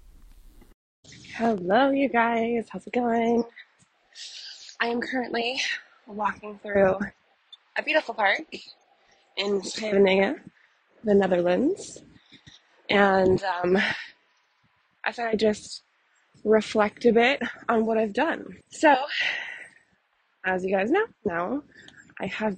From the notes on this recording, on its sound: Surprise, I'm in the Netherlands! Please forgive me for the poor quality audio, I've learned that AirPods don't record quality audio.